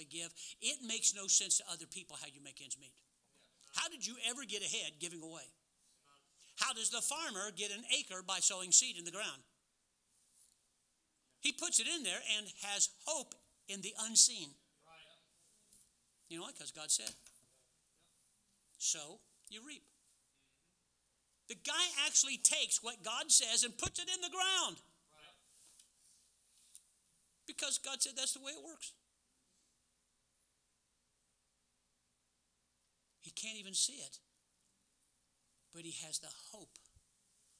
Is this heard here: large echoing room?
yes